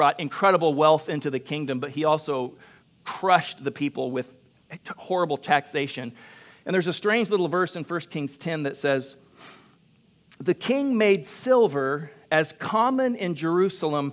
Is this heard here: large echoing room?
yes